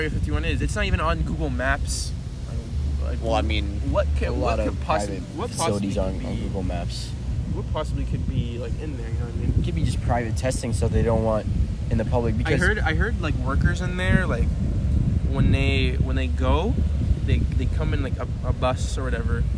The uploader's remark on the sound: Late night beach talk. Take my phone out and record our conversation that we were having on the beach late at night.